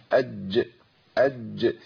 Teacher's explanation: لابد من بيان الشدة والجهر انقطاع الصوت والنفس والقلقلة طبعا هي يعني سببها انقطاع الصوت والنفس. أقول أج كتير من الناس يقول إن أنا لازم لساني طرف لساني يروح لمخرج الدال.